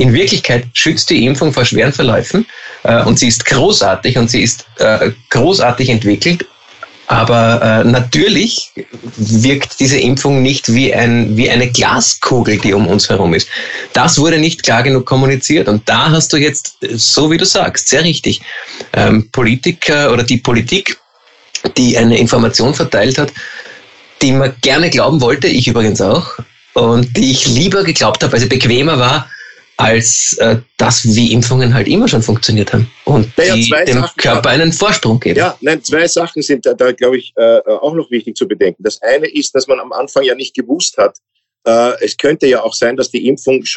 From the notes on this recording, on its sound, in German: Auch wenn die Drei jetzt wieder nicht auf der Bühne stehen können. Finden ihr Publikum auch, indem sie einander via Skype am Abend beim Reden zusehen.